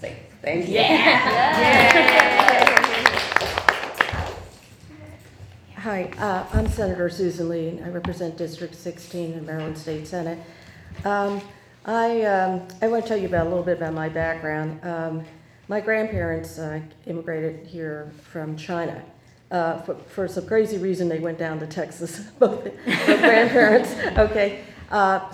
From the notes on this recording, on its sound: We bring you audio from our Racial Justice NOW event.